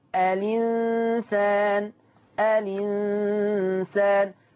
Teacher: شيل الهمزة خد الكسرة حطها على اللام تبقى الإنسان، الإنسان. · Term: النقل